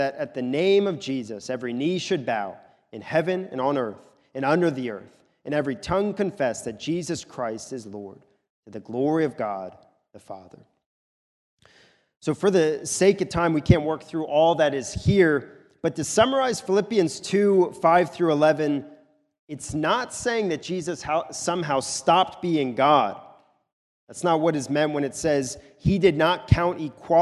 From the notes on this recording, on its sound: recorded at the Lebanon Bible Fellowship Church in Lebanon, PA during the morning service